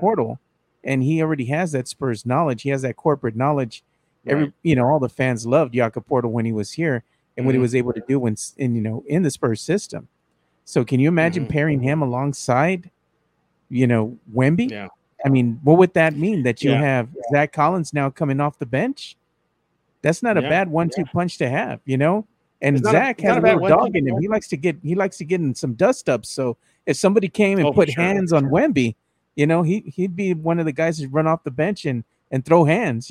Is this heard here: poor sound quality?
no